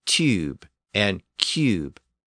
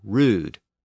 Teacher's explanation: Now there's a very subtle difference there, U and U. U has a little Y sound at the beginning. · Shown in: first take